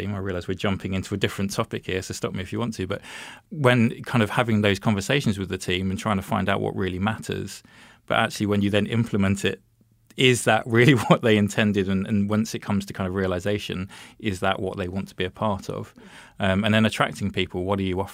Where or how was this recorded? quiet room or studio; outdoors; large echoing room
quiet room or studio